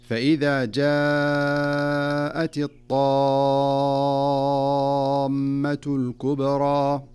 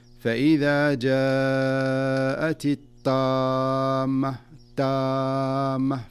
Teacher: لا بد أن تظهر الطاء بقوتها واستعلائها دون أن تتحول في النطق إلى تاء · Shown in: first take · كأن يقول القارئ أو كأن يقرأ القارئ فيقول: فإذا جاءت الطامة تامة، فتصبح أعجمية.